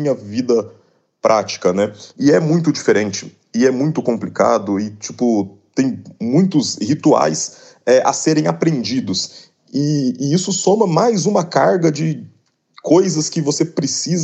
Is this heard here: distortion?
no